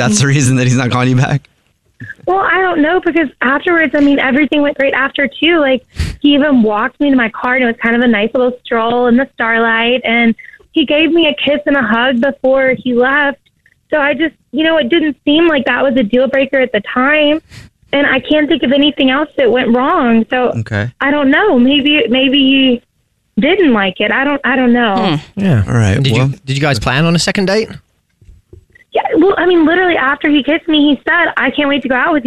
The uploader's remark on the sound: We get that other person on the phone.